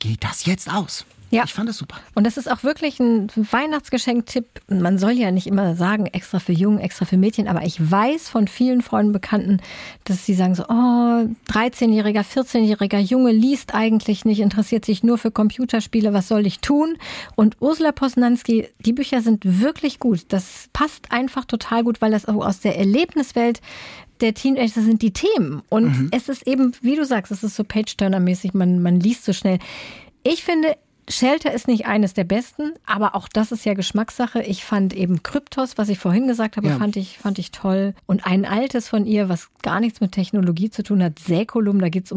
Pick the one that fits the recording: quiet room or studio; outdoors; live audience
quiet room or studio